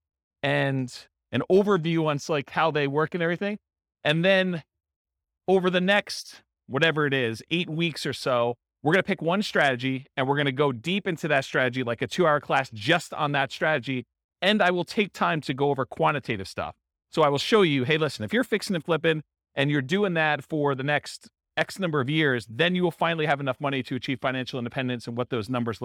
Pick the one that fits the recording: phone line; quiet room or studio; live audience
live audience